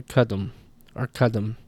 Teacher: sometimes R before stops like that will get lost. So sometimes you'll hear, instead of kardum, you'll hear kadum or kadum.